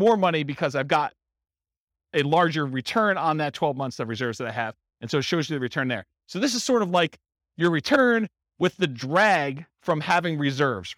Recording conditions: live audience